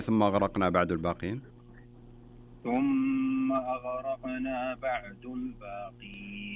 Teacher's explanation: لا تقول اغ اغ، خلها اغ أغرقنا وليست أغرقنا. أضفت قلقلة إلى الغين